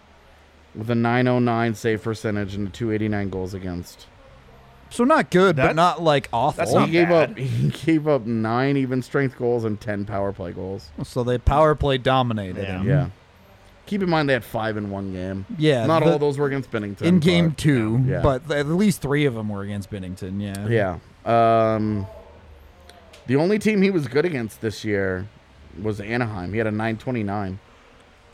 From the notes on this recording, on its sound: come to you live from the DNVR Bar